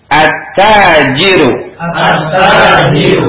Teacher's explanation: Perhatikan huruf syamsiahnya ta, sehingga kita baca ta langsung, tidak lamnya. Jadi kalau kita tahu nanti ketika didikte, misalkan di imla at-tajiru, jangan hamzah kemudian ta.